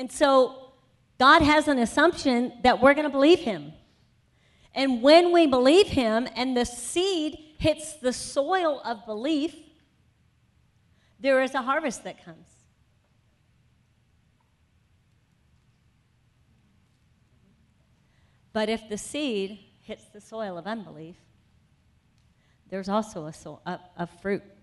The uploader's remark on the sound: Afternoon Session of the 2018 Freedom Conference